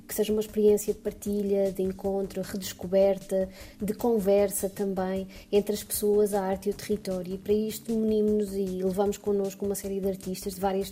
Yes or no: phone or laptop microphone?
no